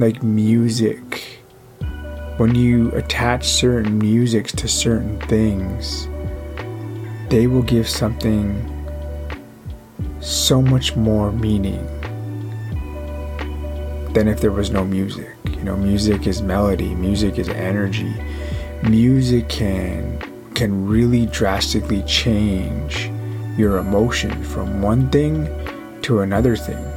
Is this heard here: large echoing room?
no